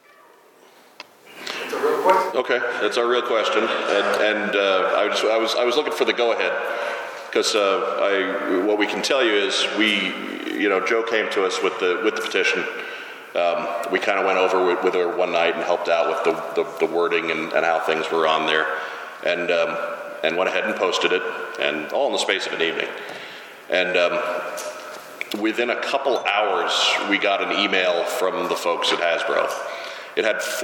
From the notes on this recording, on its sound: LIVE from JoeCon. This was supposed to be the recording of the last ever panel at JoeCon. He was our roving mic for some Q&A with the audience.